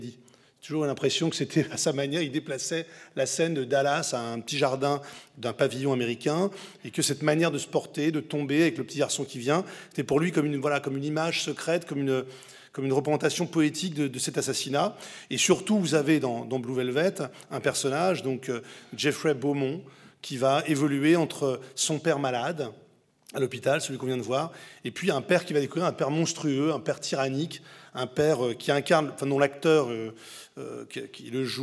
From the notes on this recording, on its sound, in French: je vous propose d'écouter cette conférence si vous n'avez pas pu y assister